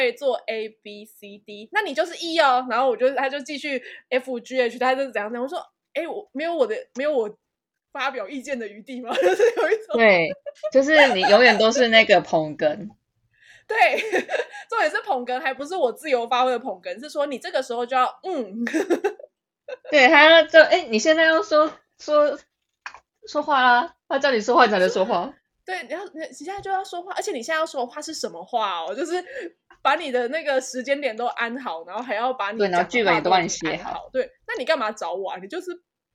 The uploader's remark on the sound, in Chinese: 這次錄音遇到比較多問題，所以剪輯調整花了比較多時間。